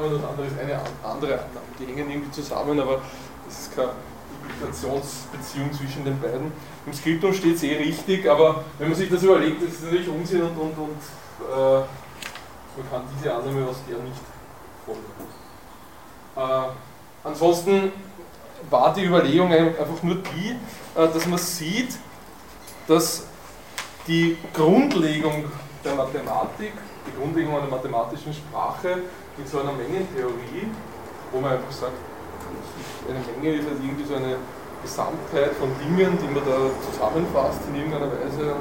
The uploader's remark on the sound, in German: Diese Vorlesung wurde von Studierenden aufgenommen